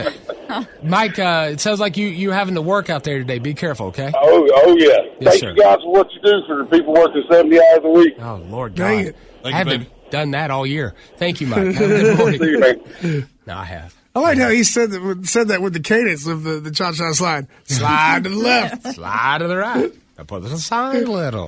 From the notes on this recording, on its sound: OPEN PHONES